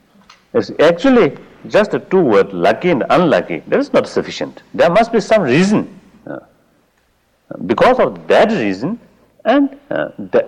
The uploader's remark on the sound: In this 1979 talk at Insight Meditation Society